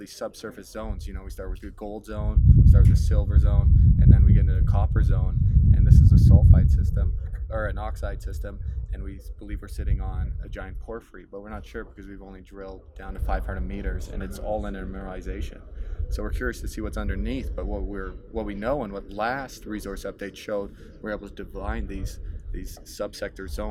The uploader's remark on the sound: On location in Beaver Creek